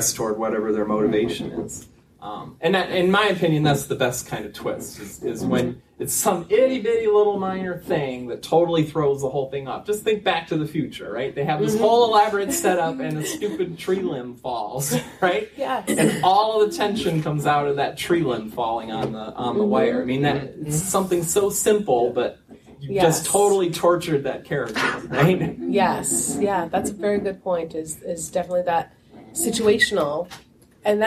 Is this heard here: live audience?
yes